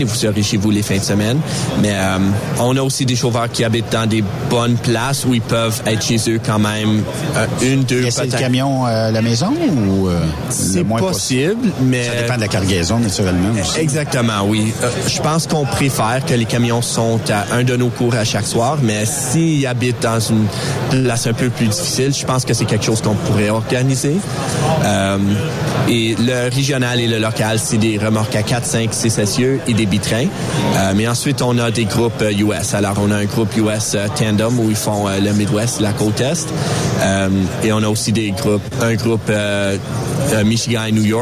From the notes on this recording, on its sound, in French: 25 Mai 2023 EXPOCAM. Aujoud’hui nous sommes en direct de l’expocam 2023 à Saint-Hyacinthe!